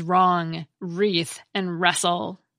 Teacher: Another long-lost cluster is WR, which has given way to the silent W in words such as wrong, wreath, and wrestle.